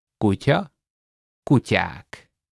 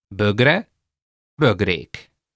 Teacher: Add the k to a vowel in the end. But if the vowel is an a or an e, you have to make them longer